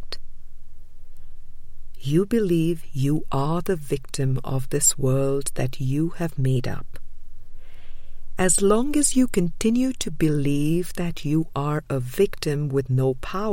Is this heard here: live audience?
no